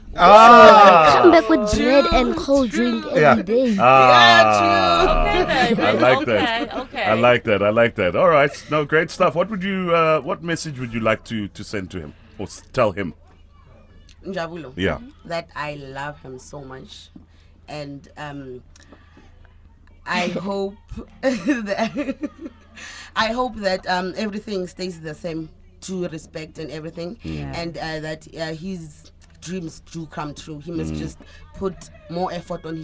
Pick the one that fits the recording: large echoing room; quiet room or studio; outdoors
outdoors